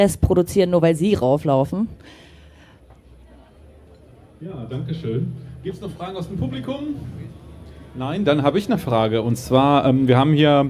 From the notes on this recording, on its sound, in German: Viele dieser Fragen - wie auch weitere aus dem Publikum - werden zur Sprache kommen.